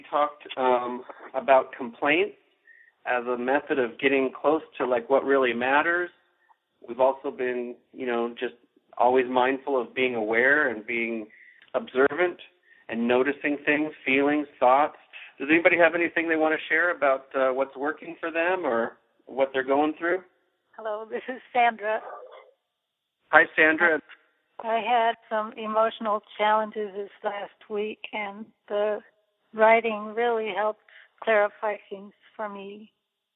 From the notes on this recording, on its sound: Journaling Course Conference Call. We go directly to the Journaling Classroom and listen in to participants’ sharing.